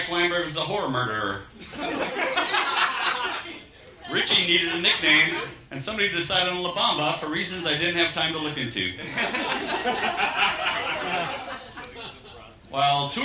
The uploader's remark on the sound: Recorded live at The Virgil in Los Angeles on October 18, 2015.